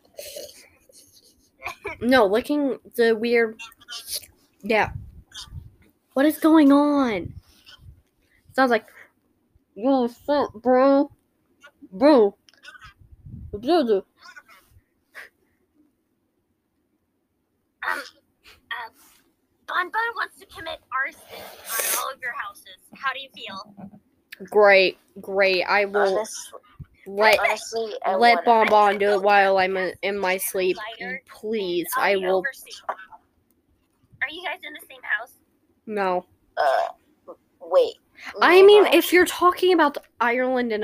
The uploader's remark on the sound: sorry you couldn't hear them well, my audio wasn't up loud enough